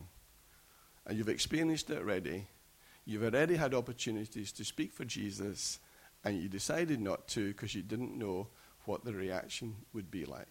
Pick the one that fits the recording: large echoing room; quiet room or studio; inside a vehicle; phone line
large echoing room